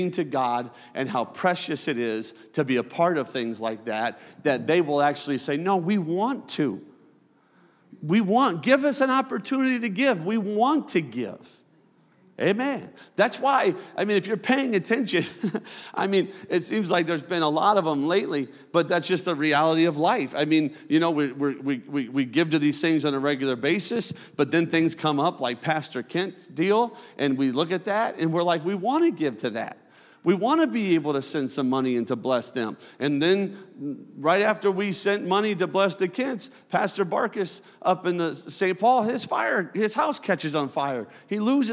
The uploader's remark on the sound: a service recording from Connect Point UPC